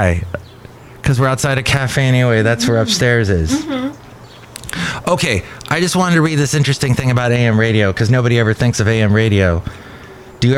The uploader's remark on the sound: podcasts live from Cafe Anyway